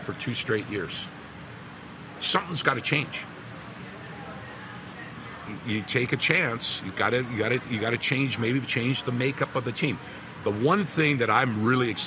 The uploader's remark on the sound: LIVE AT THE POMPANO BEACH HOUSE IN FLORIDA!